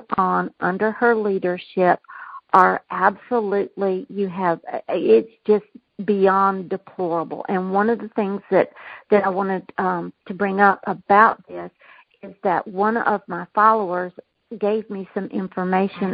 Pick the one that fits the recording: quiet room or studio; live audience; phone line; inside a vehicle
phone line